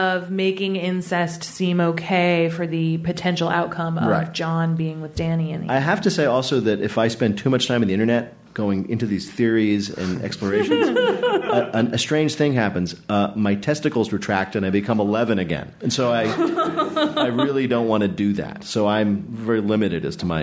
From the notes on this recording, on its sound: From our live event. There were technical difficulties at Cards Against Humanity HQ.